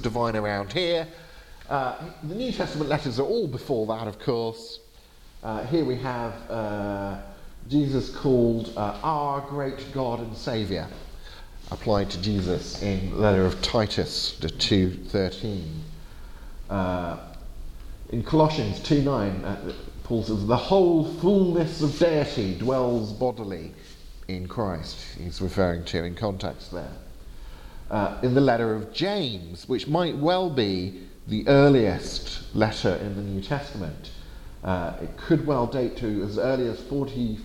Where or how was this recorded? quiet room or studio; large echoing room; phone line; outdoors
large echoing room